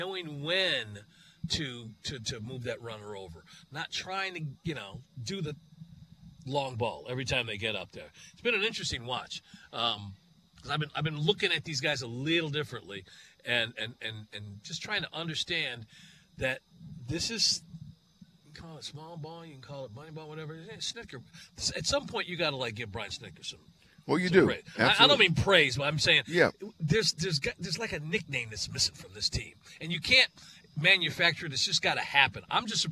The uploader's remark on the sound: live from Chateau Elan